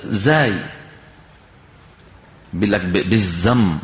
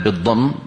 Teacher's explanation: بعض البلاد بيحولوه إلى زاي مفخمة · Shown in: first take